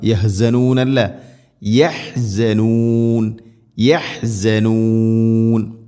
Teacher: യഹ് ഹ തൊണ്ടയുടെ മധ്യഭാഗം.